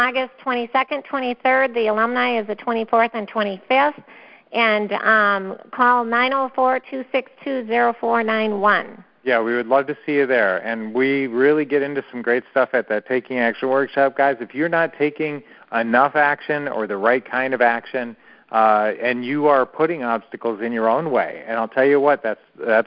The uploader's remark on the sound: Q&A Call